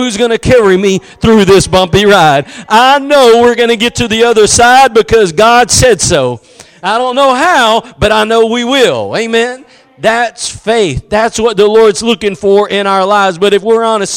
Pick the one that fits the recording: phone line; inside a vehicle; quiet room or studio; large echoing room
large echoing room